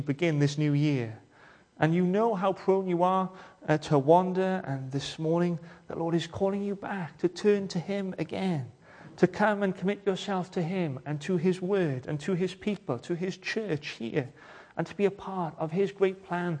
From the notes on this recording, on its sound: welcome to Bethel Evangelical Church in Gorseinon and thank you for checking out this weeks sermon recordings